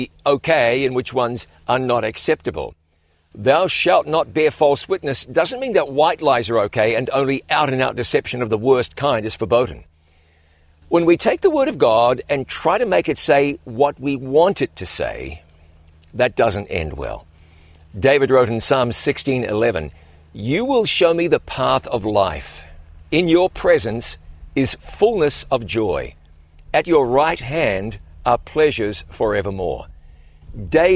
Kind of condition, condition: setting, outdoors